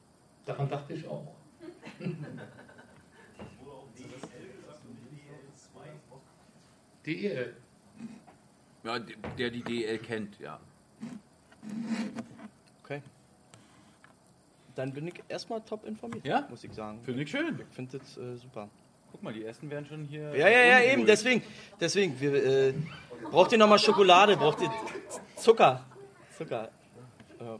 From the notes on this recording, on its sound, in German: Der Live-Livepodcast. Es hatten sich auch ein paar Zuschauer, pardon, Live-Livezuhörer im Pressekonferenzraum der Mercedes-Benz Arena versammelt.